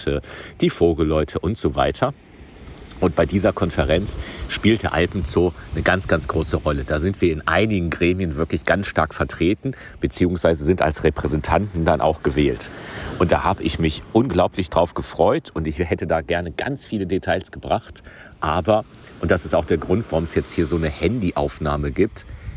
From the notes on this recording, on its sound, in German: BACKSTAGE in Portugal am Strand. LIVE vor Ort in Portugal. Remote aus dem Studio.